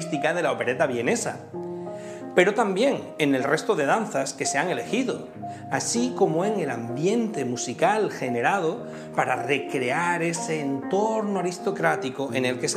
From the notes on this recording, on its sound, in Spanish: Hoy, dentro del Ciclo de Conferencias que el Teatro de la Zarzuela programa en colaboración con la Asociación Amigos de la Ópera de Madrid. La conferencia fue grabada en el Teatro de la Zarzuela en marzo de 2021.